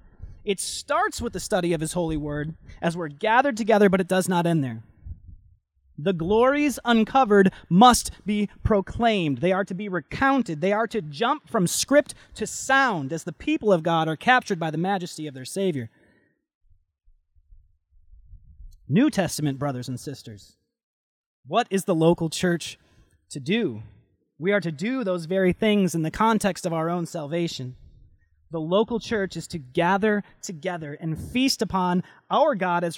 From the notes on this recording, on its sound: Delivered Sunday, August 9, 2020 at Woodridge Community Church (New Berlin, WI).